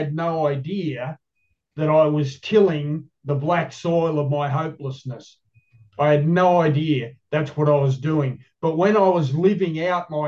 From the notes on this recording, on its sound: The Grace Group Zoom Series in Hattiesburg, MS.